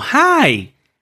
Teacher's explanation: el sonido de la i en hi se extiende como hi para mostrar que Jane está muy contenta de ver a Helen